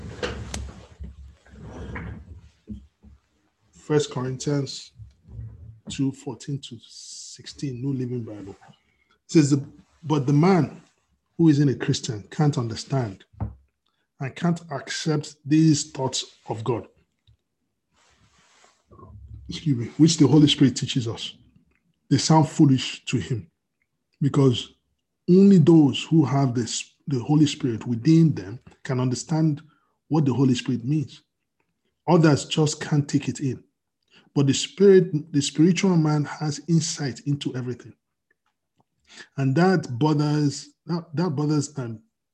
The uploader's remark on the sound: We are on Zoom now.